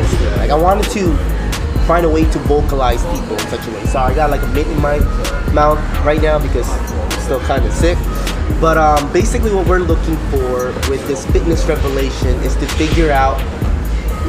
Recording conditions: busy venue